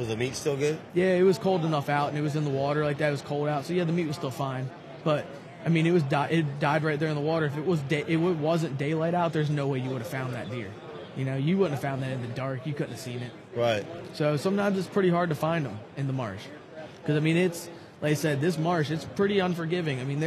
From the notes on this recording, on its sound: At the Great American Outdoor Show.